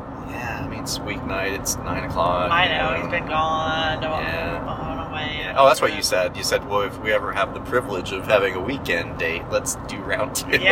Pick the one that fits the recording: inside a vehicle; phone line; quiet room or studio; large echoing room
inside a vehicle